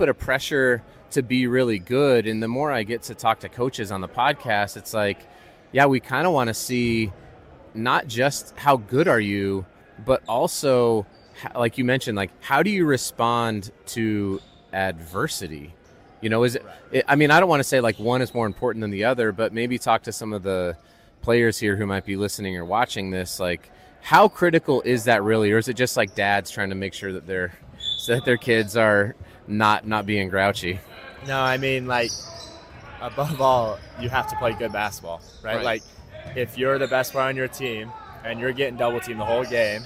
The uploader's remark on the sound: LIVE from the Tarkanian Classic in Las Vegas